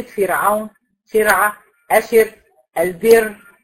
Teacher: تاني حالة من حالات ترقيق الراء إذا كانت الراء ساكنة وقبليها كسر